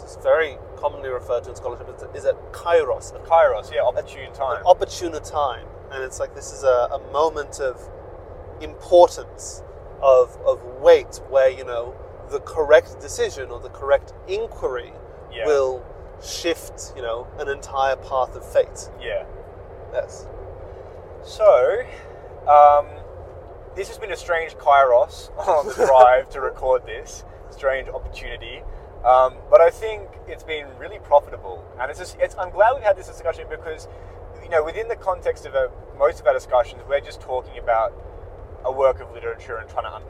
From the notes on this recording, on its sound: This re-upload features improved audio. Improve the quality and remove some of the sounds of the car.